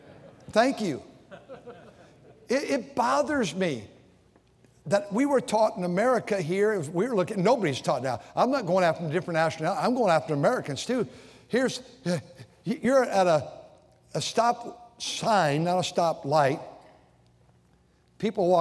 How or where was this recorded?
large echoing room